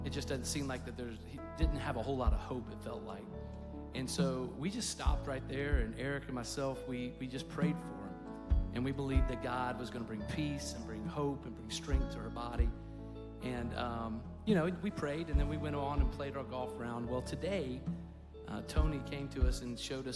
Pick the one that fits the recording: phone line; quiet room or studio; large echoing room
large echoing room